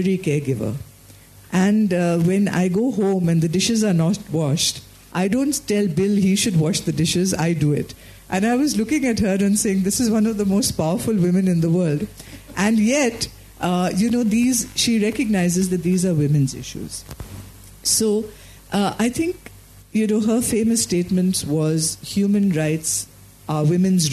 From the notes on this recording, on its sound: We travel to Mumbai for front row seats at a panel discussion. We are at the Second Indian LGBT Youth Leadership Summit.